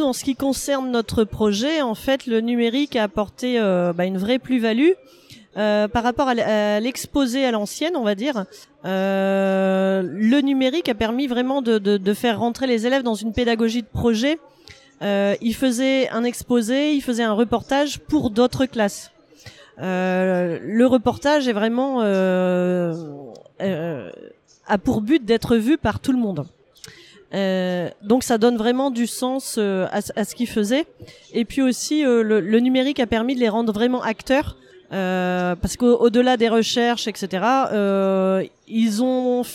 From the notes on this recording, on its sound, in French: Un expresso d’Educatech Expo. Retrouvez ce deuxième épisode enregistré à Educatech Expo avec mes interlocutrices.